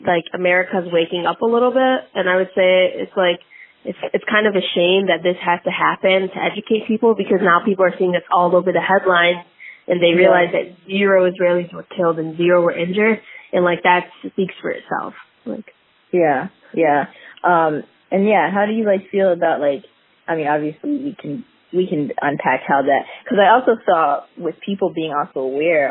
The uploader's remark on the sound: interviewed a close friend over the phone